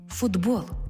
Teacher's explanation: Чому в транскрипції звук «д»? Бо глухий «т» поруч із дзвінким «б» перетворюється на дзвінкий «д» поруч із дзвінким «б». · Term: дзвінкий плюс дзвінкий